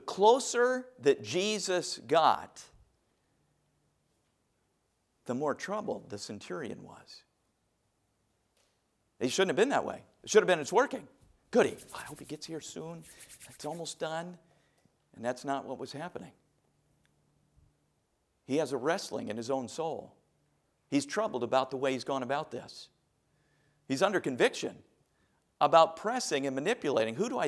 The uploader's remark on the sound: A message preached from the chapel platform at Baptist College of Ministry.